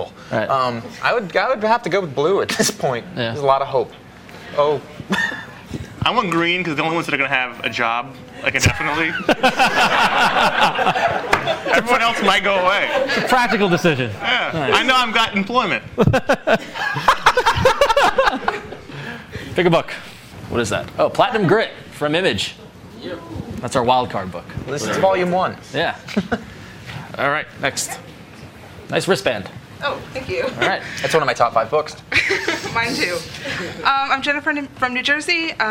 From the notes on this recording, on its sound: Recorded live in front of a comic book audience. At Jim Hanley's Universe! We talk the books of the week and take lots of audience questions.